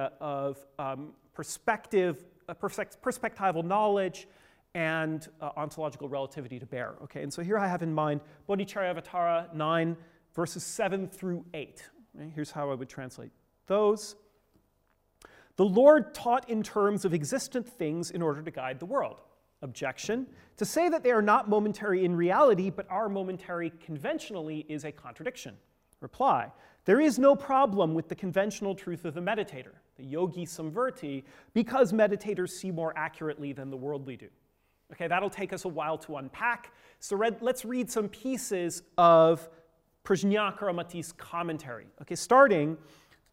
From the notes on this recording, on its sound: Gives the sixth talk in the New Madhyamaka workshop. Funded by the Templeton Foundation, took place in Oxford on 20th and 21st April 2015.